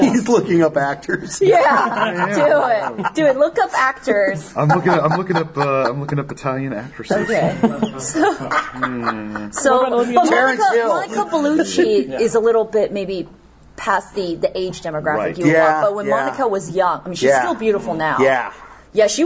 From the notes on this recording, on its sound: Live from G-Fest! Live from G-Fest 2016. Sit down for a late night impromptu podcast.